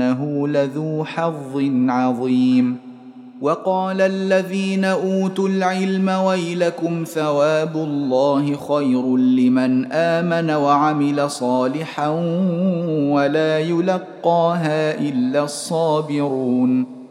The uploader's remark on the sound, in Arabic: مسجل من صلاة التراويح بمسجد السلام بحي مشرفة بجدة.